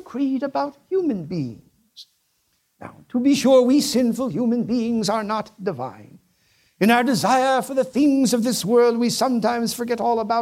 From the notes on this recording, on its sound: a presentation that was delivered as part of the 2014 Acton Lecture Series